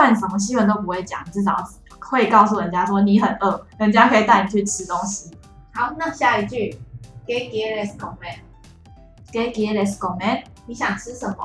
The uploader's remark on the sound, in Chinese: 此集錄製回音較重，敬請大家見諒